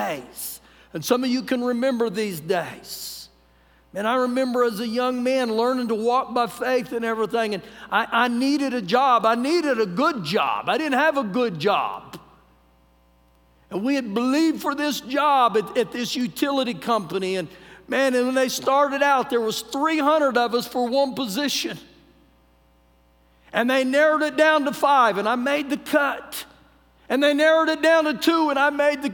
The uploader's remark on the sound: Recorded live during our Wednesday night service